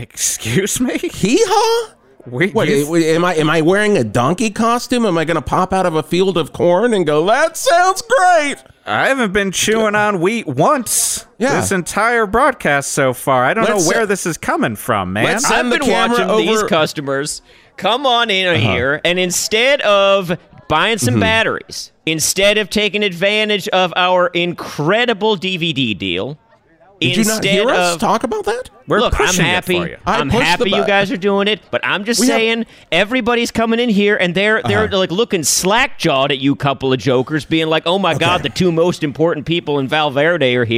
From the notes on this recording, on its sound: A Live Remote From Val-Mart. Broadcast live from the opening of the newest Val-Mart in Val Verde!